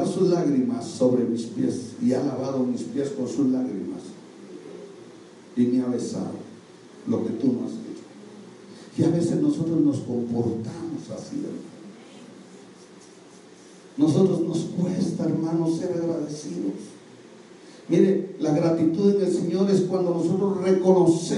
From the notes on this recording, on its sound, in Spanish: Audio del Servicio del 08 de Septiembre de 2019 de Iglesia Lluvias de Gracia expansión san Lucas